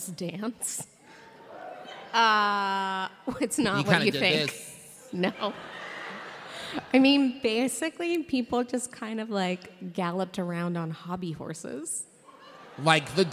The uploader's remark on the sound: LIVE episode recorded at Candlenights 2017